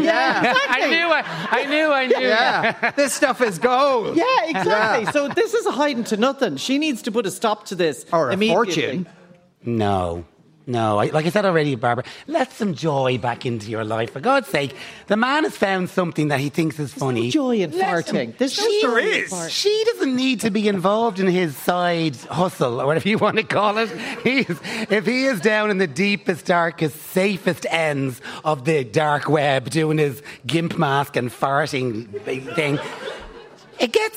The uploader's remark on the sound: LIVE from The Sugar Club.